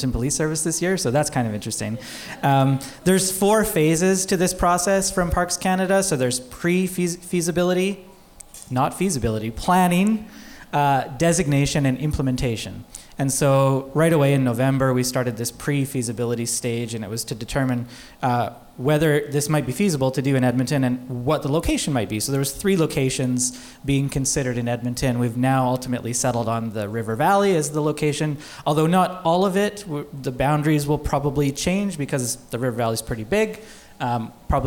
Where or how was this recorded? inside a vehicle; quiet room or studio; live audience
live audience